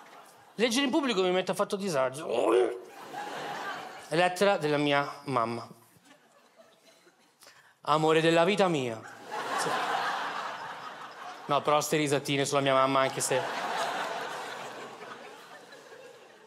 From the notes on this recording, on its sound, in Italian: Registrato al Teatro Manzoni di Milano